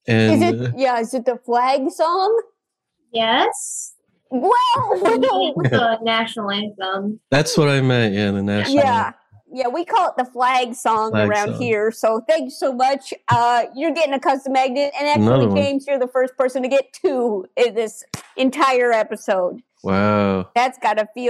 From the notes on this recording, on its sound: Play listener-created games with callers via Zoom!